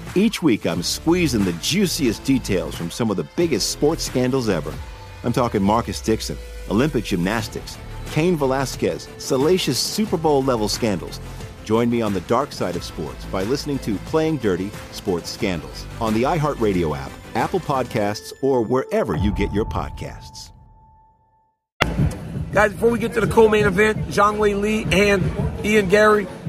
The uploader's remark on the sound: Is in Boston at the octagon to give you his INSTANT REACTION! UFC 292.